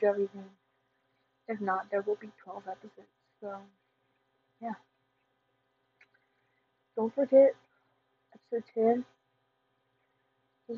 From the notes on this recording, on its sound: Sorry about the audio quality